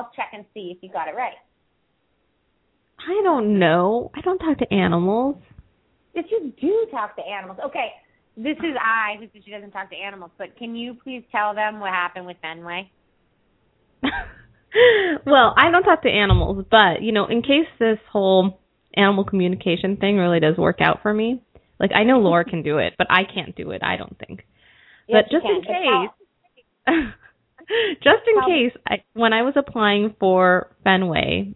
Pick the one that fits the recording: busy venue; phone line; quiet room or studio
phone line